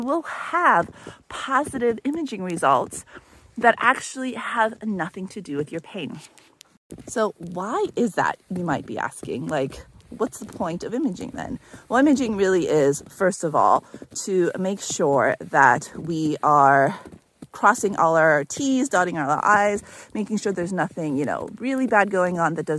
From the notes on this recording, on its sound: In this week's walk and talk.